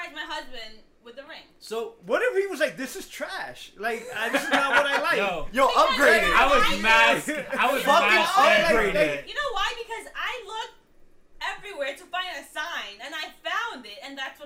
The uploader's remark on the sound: SORRY FOR THE POOR AUDIO BUT WE HAD TOO MANY PEOPLE AND NOT ENOUGH MICS.